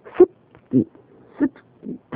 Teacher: そのプは唇を閉じてプというふうに発音しています。